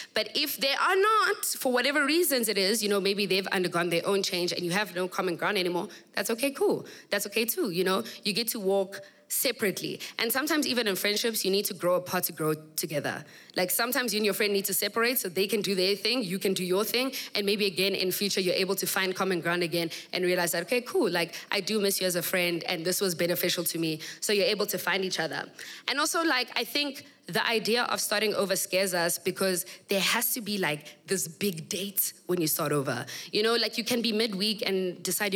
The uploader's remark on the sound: We kick off season 3 with the first episode recorded at my live podcasting event; The Assembly.